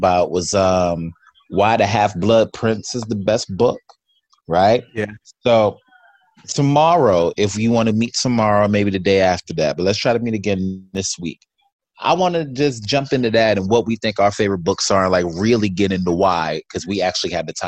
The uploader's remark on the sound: zoom chat for the first time since covid-19